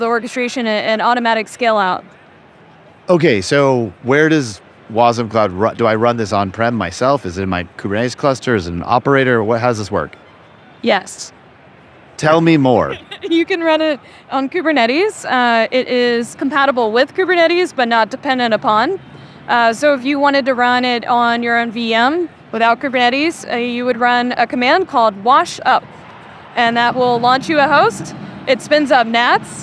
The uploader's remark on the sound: Live From KubeCon 2023